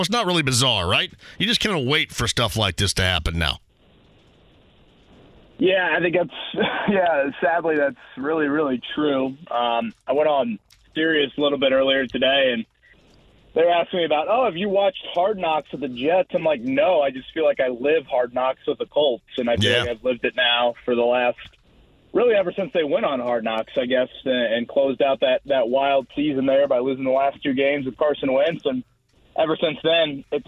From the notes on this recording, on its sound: He also continues to take calls and comments from listeners about the press conference.